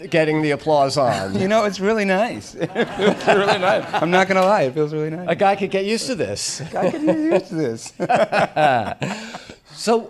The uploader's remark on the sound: From the 2023 New York Guitar Festival in The Greene Space. From his headlining set at the 2023 New York Guitar Festival in The Greene Space.